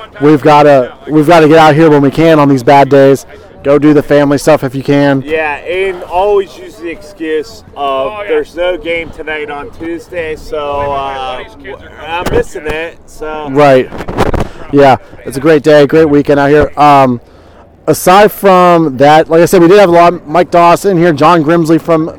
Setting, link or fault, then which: setting, busy venue